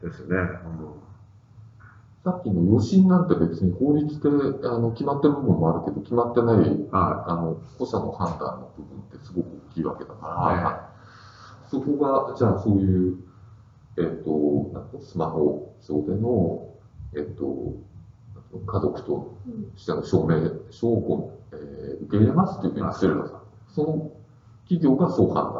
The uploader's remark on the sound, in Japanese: 旧マイクで音声ややわるいです。